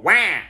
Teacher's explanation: I'm pretty sure Waluigi is lowering his velum to allow air to enter the nasal cavity. So that would turn the wah into a wah. · Term: nasalization